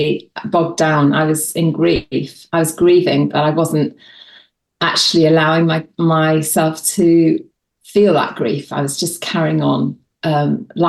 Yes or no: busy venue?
no